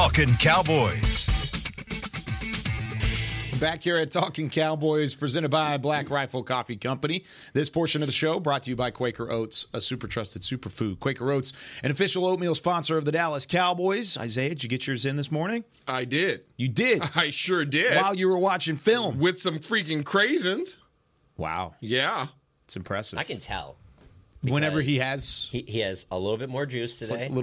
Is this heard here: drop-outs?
no